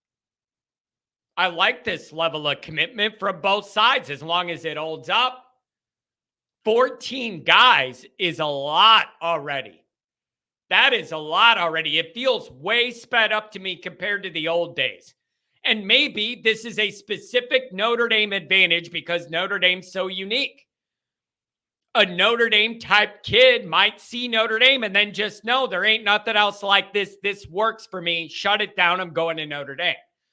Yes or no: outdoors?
no